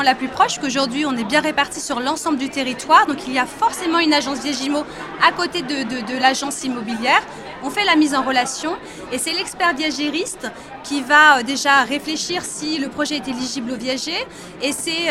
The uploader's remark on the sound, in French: Cet épisode de Mon Podcast Immo a été enregistré à Immo, le Congrès immobilier FNAIM 2023.